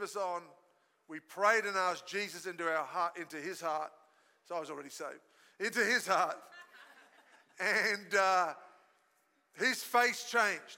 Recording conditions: large echoing room